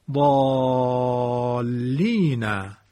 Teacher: این لام مشدد باعث مد الف ضالین می شود